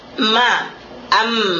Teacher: Kalau mim tadi kita sudah mengatakan makhrajnya adalah di dengan bertemunya dua bibir kita bagian dalam, dia itu lebih lembut pertemuannya daripada ba.